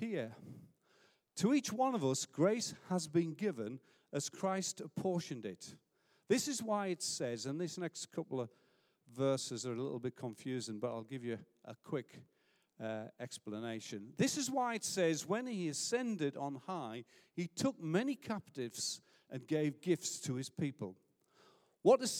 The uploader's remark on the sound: Recorded live at Life Church on Sunday 12th January 2020.